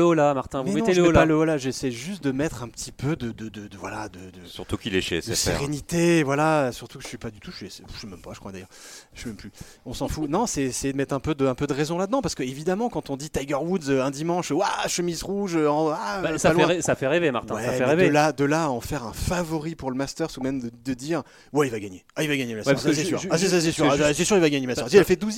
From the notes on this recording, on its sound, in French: joint par téléphone